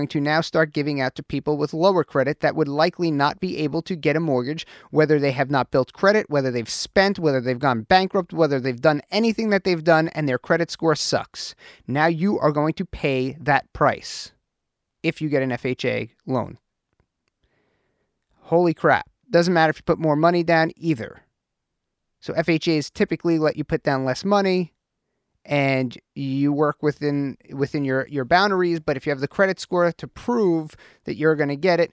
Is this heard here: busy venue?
no